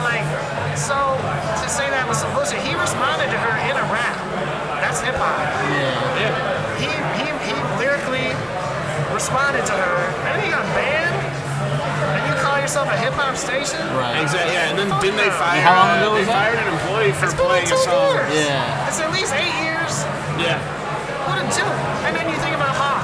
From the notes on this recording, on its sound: Live from the Eureka Heights taproom